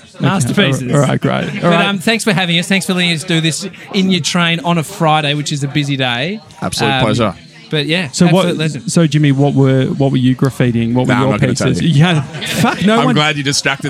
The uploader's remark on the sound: Live From Easey's Train Carriage. It's our first live audience for FAT FRIDAYS at Easey's — a burger joint on Easey Street!